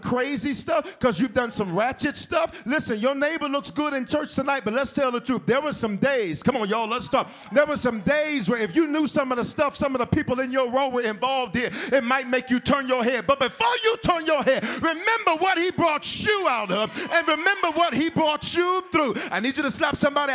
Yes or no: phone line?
no